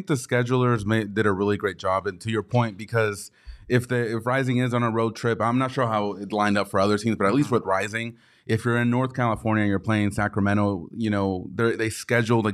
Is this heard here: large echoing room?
no